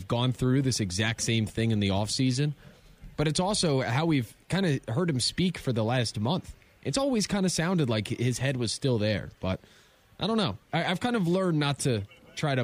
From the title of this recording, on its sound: Live From Super Bowl Radio Row